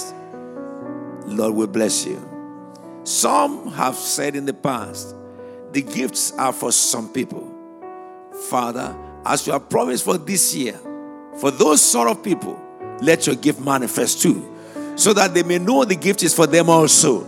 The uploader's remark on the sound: Prophetic Prayers during Harvestime Church Anniversary Conference, January 2024.